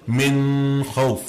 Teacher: But you'll find some imams, some people reciting the Quran, they'll say min khawf. They'll make that ghunna sound, even though it's a letter of the throat that follows it. That's a mistake.